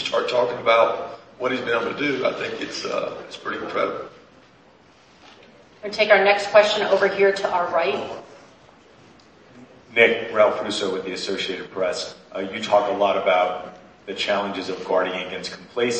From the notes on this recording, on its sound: fielded questions in the Grand Ballroom of the Sheraton Atlanta Hotel